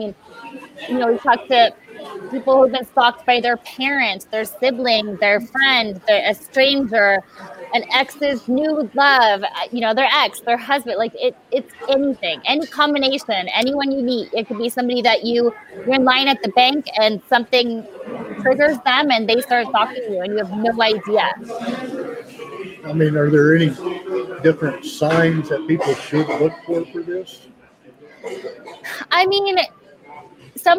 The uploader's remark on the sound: Live from DayGaCom